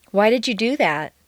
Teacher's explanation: The demonstrative pronoun cannot be reduced to a schwa. It must stay a.